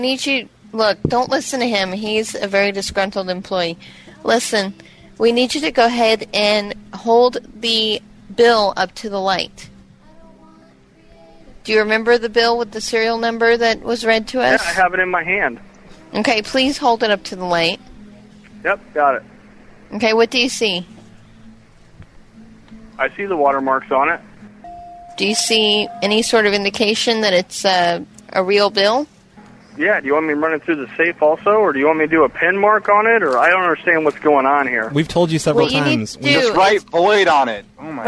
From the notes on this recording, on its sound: …'s Personal Prank Phone Calls Collection.